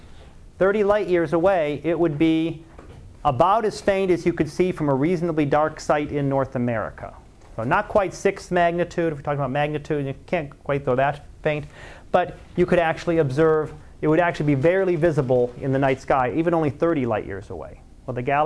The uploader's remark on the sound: Live Class Lecture